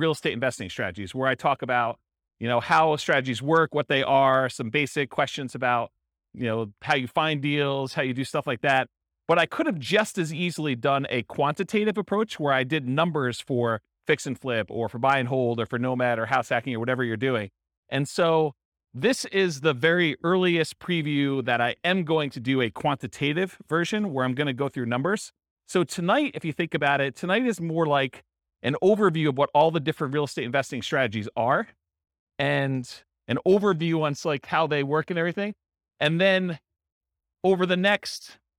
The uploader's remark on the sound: In San Bernardino, California. This was a live class recorded.